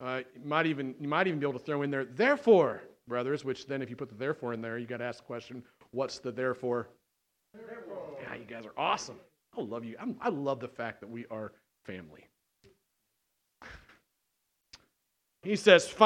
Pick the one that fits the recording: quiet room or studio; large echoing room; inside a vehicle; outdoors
large echoing room